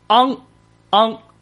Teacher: 舌根抵住上软腭，舌根，啊，里边儿，然后那个位置跟上软腭接触，气流呢，从鼻腔里泄出 · Term: 后鼻韵母